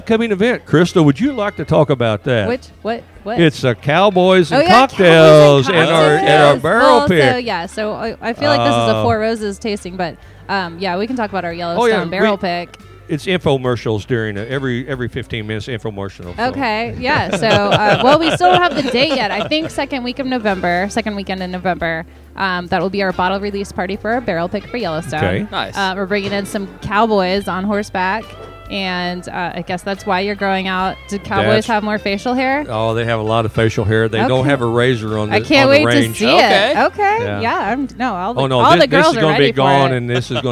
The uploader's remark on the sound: We are live from the one year Anniversary Event at Havisham Bourbon, Brew & Spirits!